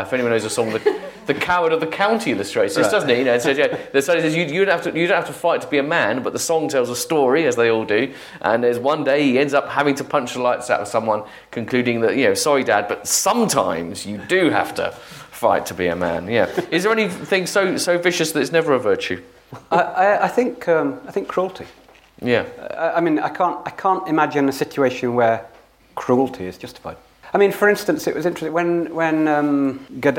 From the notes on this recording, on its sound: The discussion was recorded live at Foyles bookshop in association with the Bristol Festival of Ideas.